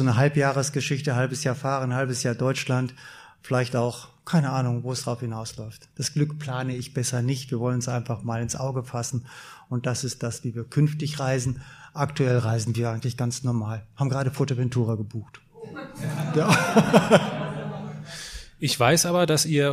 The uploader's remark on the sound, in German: Andersmacher Live Event in Düsseldorf